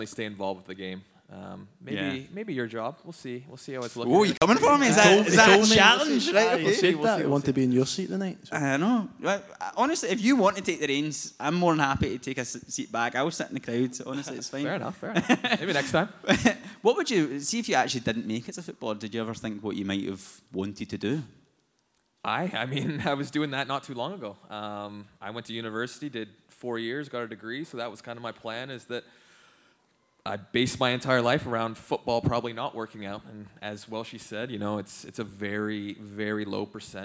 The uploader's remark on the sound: LIVE podcast. In front of a live audience of Hoops fans. Taking place within the JD store on Argyll Street in Glasgow.